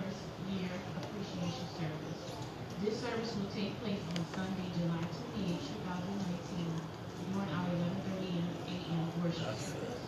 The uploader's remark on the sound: This message was recorded in the sanctuary of "True Vine Missionary Baptist Church in Hauhnville Louisiana where I am the pastor.